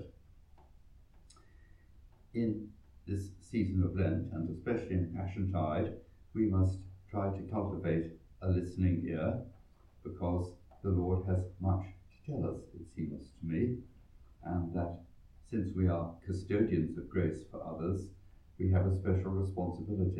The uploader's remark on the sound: Recorded live at Southgate House on 16 March 2023.